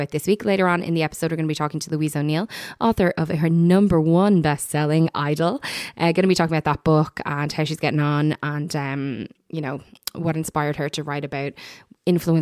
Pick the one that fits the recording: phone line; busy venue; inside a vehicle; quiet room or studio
quiet room or studio